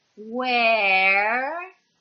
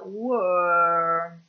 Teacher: Quindi dobbiamo stare molto bene attenti a come pronunciamo la prima e la seconda E. Nella prima parola sarà aperta where, nella seconda sarà chiusa were.